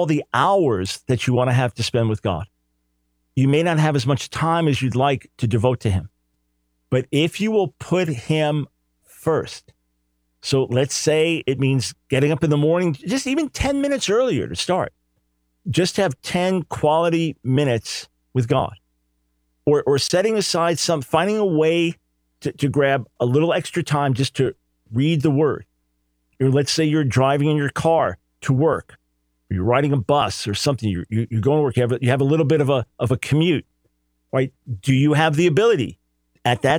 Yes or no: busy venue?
no